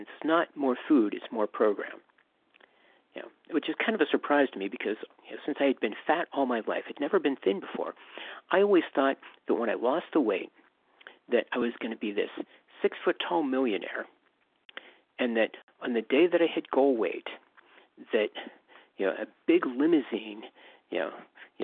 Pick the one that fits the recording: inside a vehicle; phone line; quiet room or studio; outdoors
phone line